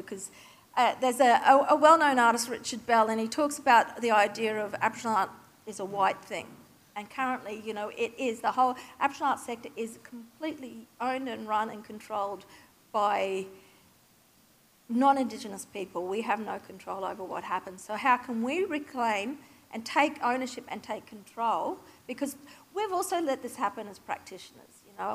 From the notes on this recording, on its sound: Keynote recorded live at Australian Cultural Policy: The Next Decade, presented by Monash University’s Masters of Cultural & Creative Industries and NAVA at the State Library of Victoria on 8 April 2019.